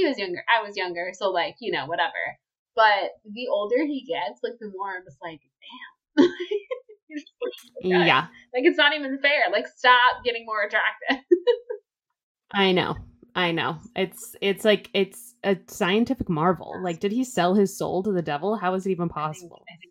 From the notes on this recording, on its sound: Our audio this week is a little wonky.